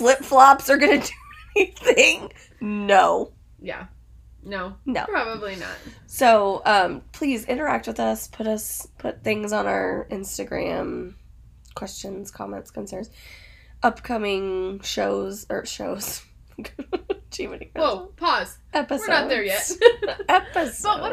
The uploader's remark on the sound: Get ready for all the shenanigans of sound issues, family coming through while recording.